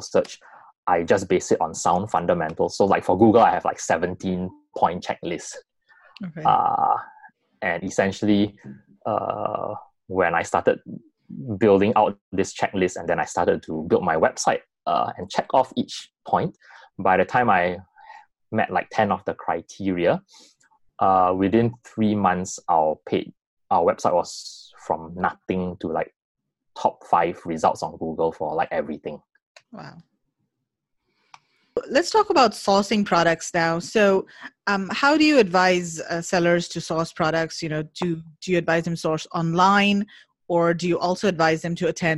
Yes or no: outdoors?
no